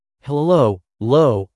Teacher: le H est aspiré, contrairement au français où il serait muet